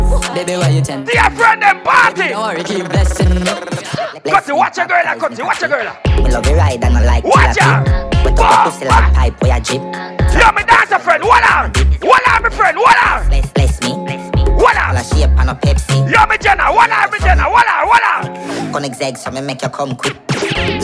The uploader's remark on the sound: LIVE AT LEVEL UP 30TH AUGUST 2022